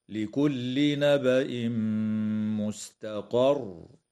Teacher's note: يدغم التنوين في الميم مع الغنة في قوله تعالى نبأ مستقر، ويجوز الوقف على كلمة مستقر من قبيل الوقف الكافي مع مراعاة تشديد الراء حال الوقف، هكذا: لكل نبأ مستقر.